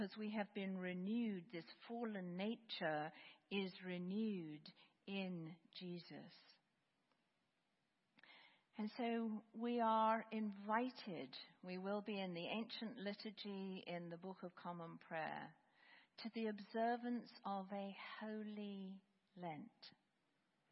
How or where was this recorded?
large echoing room